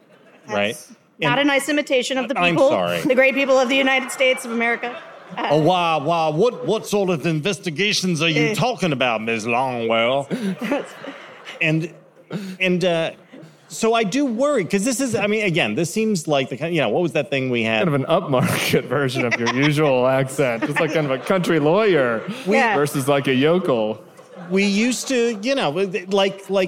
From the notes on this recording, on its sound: Live From LA. The gang hit the road this week with a live show from the Avalon Hollywood.